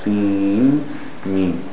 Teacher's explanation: So the noon from the seen, the word seen, is joined with the meem afterwards. · Term: merging